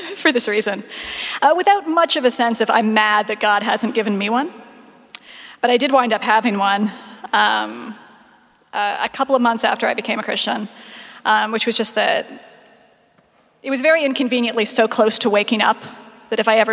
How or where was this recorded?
large echoing room